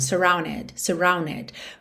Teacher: quando eu omito o D e junto no N, para ganhar mais ligação